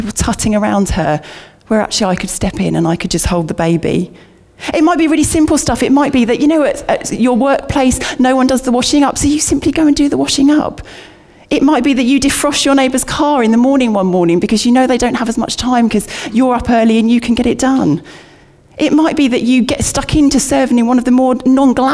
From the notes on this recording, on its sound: Recorded at Bournville gathering